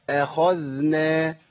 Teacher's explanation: اخذنا محتاج ان انا اخلص الخاء المفخمه من الذال